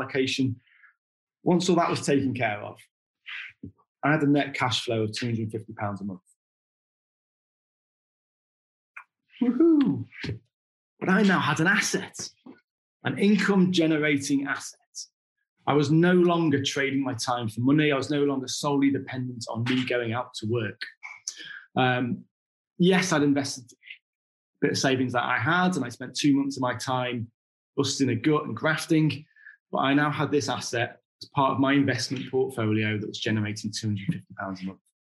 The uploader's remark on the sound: Our podcasts are usually recorded live at our weekly online meetings and broadcast around the world! Over at ASANA Connected for their Wealth & Property Summit.